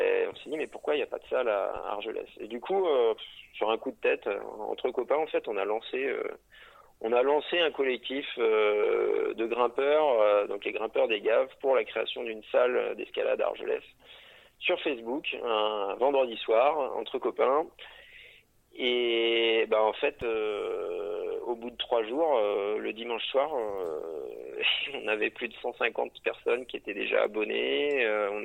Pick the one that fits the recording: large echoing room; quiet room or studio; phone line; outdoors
phone line